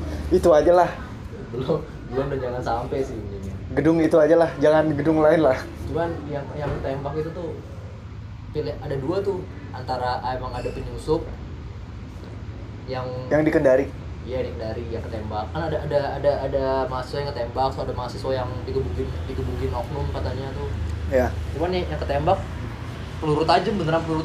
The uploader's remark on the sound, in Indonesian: Rekaman di sekitar lokasi demo (Palmerah). Ngerekam dari lokasi sekitar area demo biar greget.